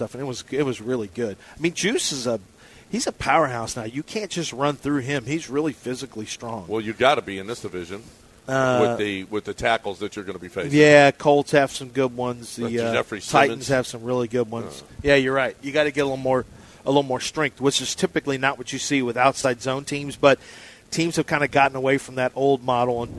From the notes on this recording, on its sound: LIVE from Golden Nugget in Lake Charles!